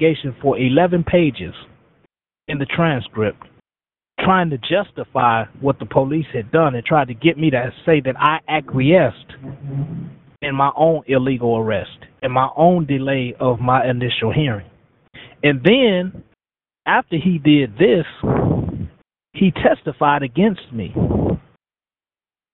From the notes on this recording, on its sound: Here today we have him on the line with us calling in from Pendleton Correctional Facility.